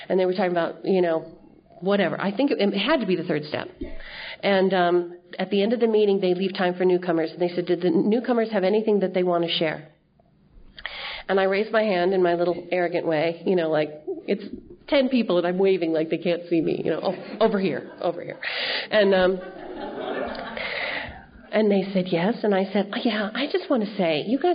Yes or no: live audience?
yes